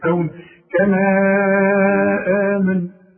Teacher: إذا وقفت على كما أديها حركتين فقط، إنما إذا وصلت أمدها أربع حركات